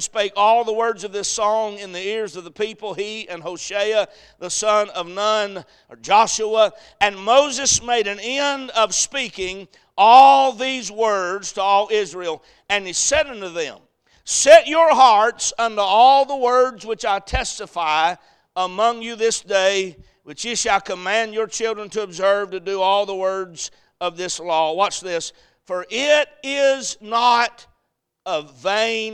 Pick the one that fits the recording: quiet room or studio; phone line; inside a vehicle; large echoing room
large echoing room